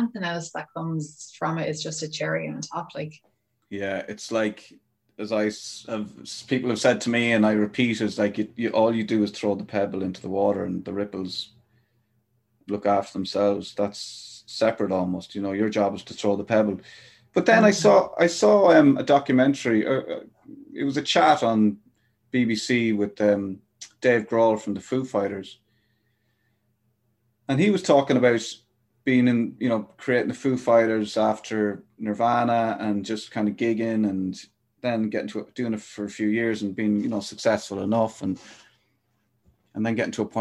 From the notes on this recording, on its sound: I've never met her in person but we had such a great chat on Zoom.